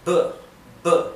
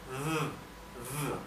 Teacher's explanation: Bien, quiero aclararles lo siguiente: en inglés, la letra B y la letra V tienen una pronunciación bien distinta. Bien, la B es un sonido labial, B, B, ¿sí? Y la V es un sonido dental